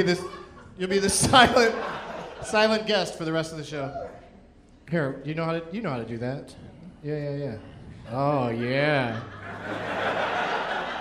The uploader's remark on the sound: Live from the Baltimore Comedy Factory